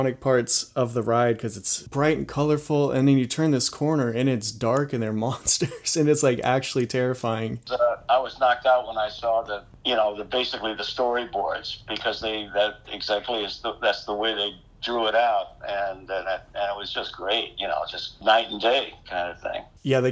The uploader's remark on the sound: This phone interview. This was recorded with a pretty simple setup, so please excuse any audio issues you may hear.